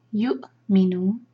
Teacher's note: حمزہ ہے تو واو نہیں پڑھنی ہے حمزہ پڑھنا ہے ہمیں حمزہ پر جو سکون ہے وہاں پر اس کا مخرج ادا کریں گے اور ہیکپ ساؤنڈ آنا چاہیے کٹ آف ساؤنڈ